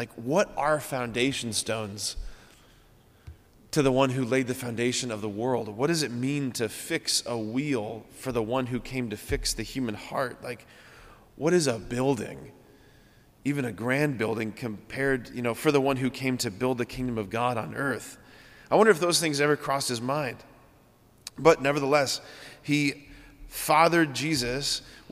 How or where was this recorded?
large echoing room